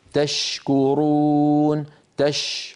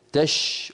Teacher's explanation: حرف الشين والتدفق الواضح للنفس معه